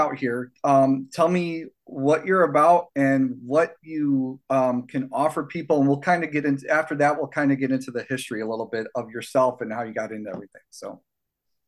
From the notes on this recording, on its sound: Hop on Zoom. Recorded at Pea Munny Studios.